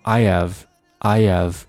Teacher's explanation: 可以有个连读，读成 I have, Ihave，也就是那个 Hsound，它是被省略掉了